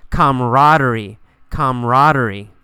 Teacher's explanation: You really don't pronounce that second A.